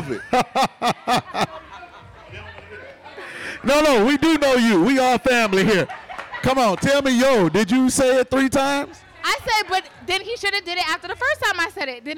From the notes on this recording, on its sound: A diverse panel of industry leaders, along with the author sparked quite the conversation with a live audience to discuss topics from the book.